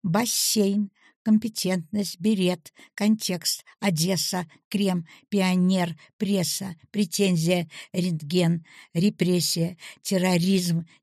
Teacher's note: Различается произношение «е» и «э». Слова будут звучать правильно, если согласные произнести мягко.